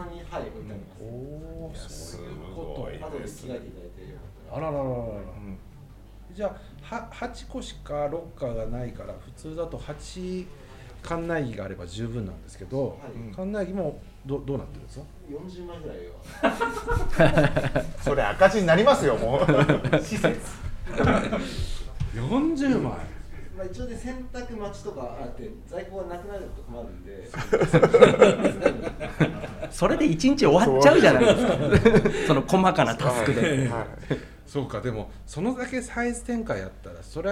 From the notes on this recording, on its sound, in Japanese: 今回もスナックぬれずきんを開催した際に行なった公開収録の模様をお届け！賑やかな収録になりました！